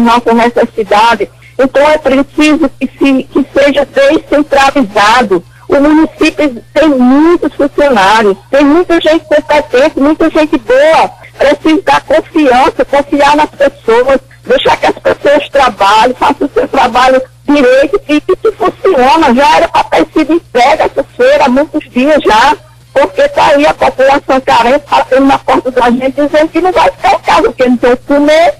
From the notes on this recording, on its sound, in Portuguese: Participou por telefone no programa Comando Geral.